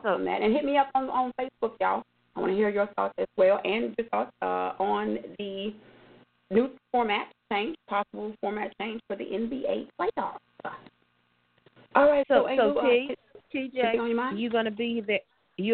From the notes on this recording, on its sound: your phone calls